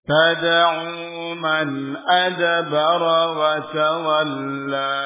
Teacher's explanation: Huruf dal, huruf qalqalah dipantulkan.